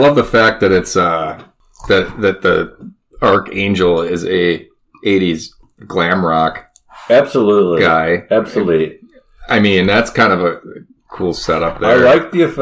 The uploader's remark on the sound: I have been experiencing some audio Issues so the audio did not turn out great in this episode, but should be fixed in future episodes.